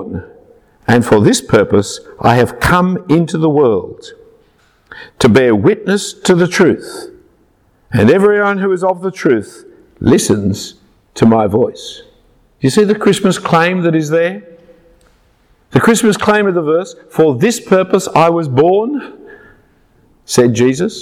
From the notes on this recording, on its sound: A talk preached at Christ Church Durham at an evening Christmas Carols service. Passion For Life Conference across the UK.